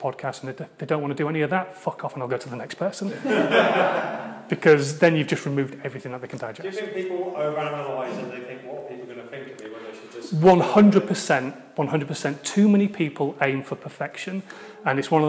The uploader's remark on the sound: told at a keynote I gave recently at a UK based networking event